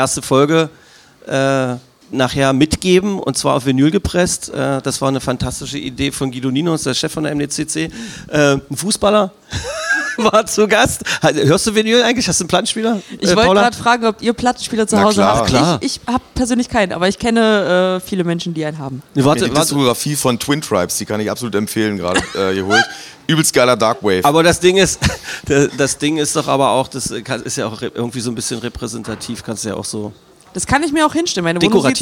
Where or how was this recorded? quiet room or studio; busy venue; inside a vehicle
busy venue